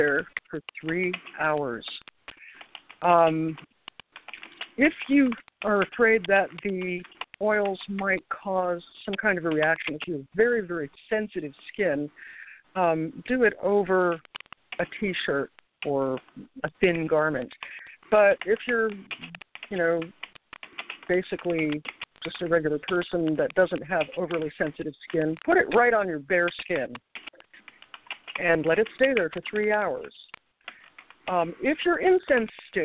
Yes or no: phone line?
yes